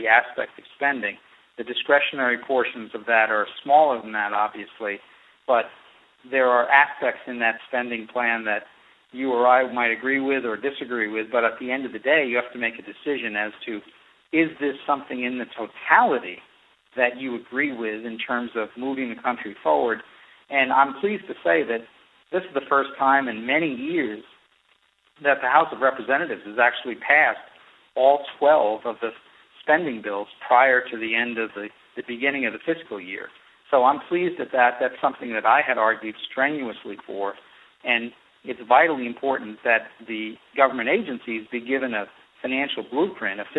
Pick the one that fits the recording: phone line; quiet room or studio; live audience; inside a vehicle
phone line